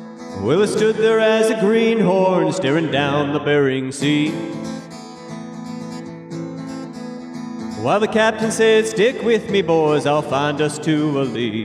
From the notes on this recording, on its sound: Originally performed & broadcasted live on March 21st, 2023 on KCAW fm from Harbor Mountain Brewing Co. In Sitka, AK.